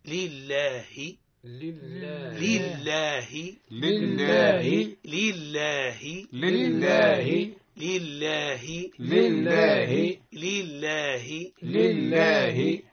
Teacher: شددنا اللام وبينا له الفتحة ومديناها ما الطبيعي، لله لله لله لله لله لله لله لله لله لله الحمد لله الحمد لله.